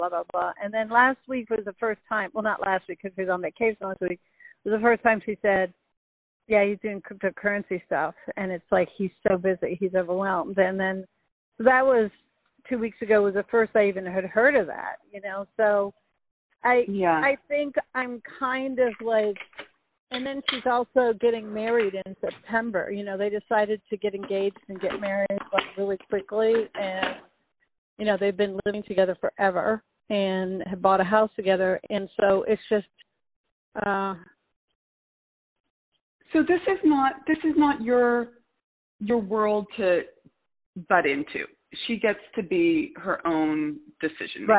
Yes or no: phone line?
yes